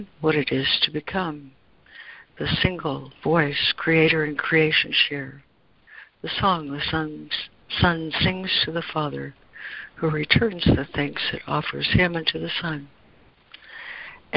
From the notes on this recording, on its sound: ACIM Daily Conference Call.